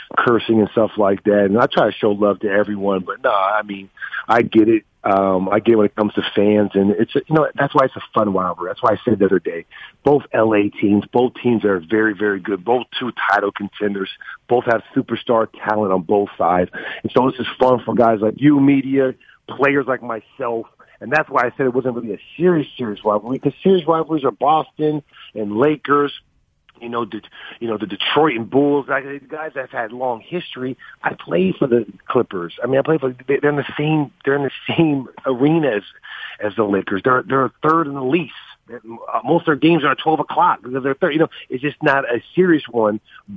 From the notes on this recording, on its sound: called